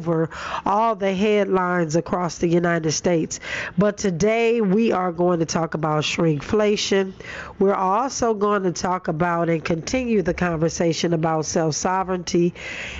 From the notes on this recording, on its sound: Live Broadcast From AfroTech Conference in Austin, TX. Where I was a guest speaker.